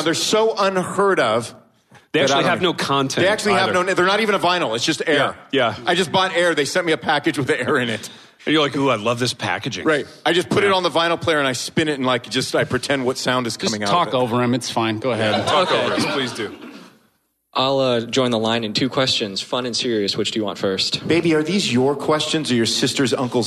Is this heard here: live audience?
yes